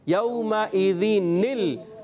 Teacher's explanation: اس تنوین کی نون کو ہمیشہ کسرہ دیتے ہوئے زیر دیتے ہوئے حمزہ وصلی کو درمیان کلام میں آنے کی وجہ سے گراتے ہیں، اور اس سے بعد والا حرف جو ساکن ہوتا ہے اس سے ملا دیتے ہیں.